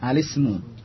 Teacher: Lam masuk ke langsung sin. · Term: Hamzatul Wasl